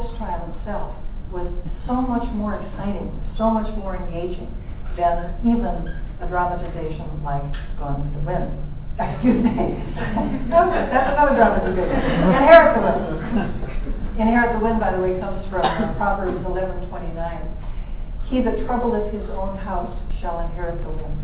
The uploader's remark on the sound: lecture at UFV, an event put on by FVASH in collaboration with the biology department of UFV.